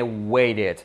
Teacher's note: Muchos de vosotros habréis escuchado decir waited. Olvidaros, la T como una R, la E como una E